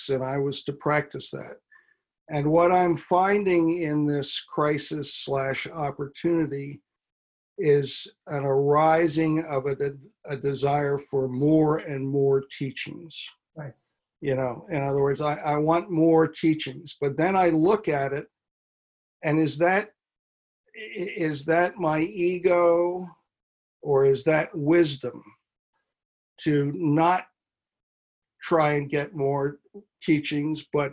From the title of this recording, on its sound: Virtual Weekly Hangout